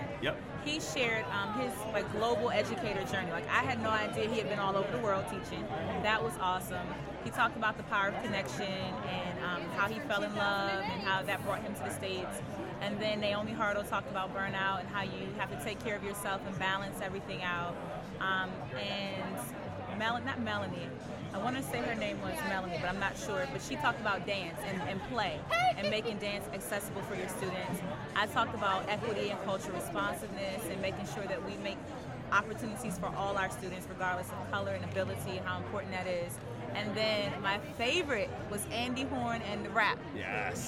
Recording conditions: busy venue